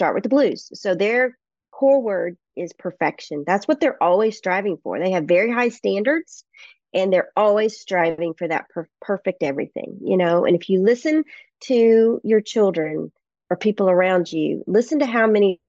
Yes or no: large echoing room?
no